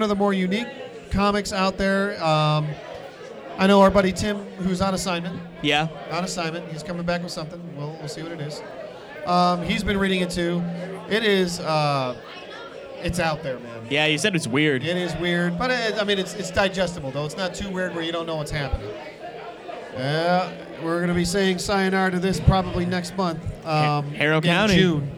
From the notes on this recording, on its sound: Live from Carol and John's Comic Shop in Cleveland. More FCBD 2018 revelers.